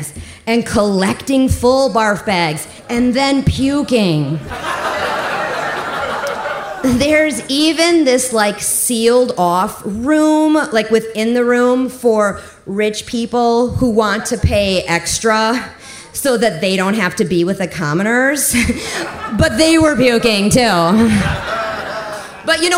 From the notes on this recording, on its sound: Live From Milwaukee! At our first live show in Milwaukee.